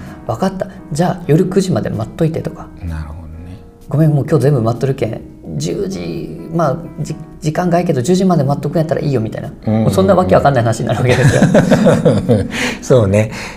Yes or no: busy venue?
no